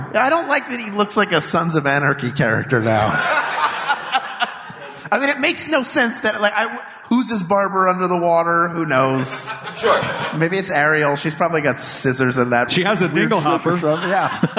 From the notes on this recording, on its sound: Recorded live at NYCC 2017.